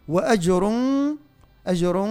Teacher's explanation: عندنا قلقلة الجيم مع غلق المخرج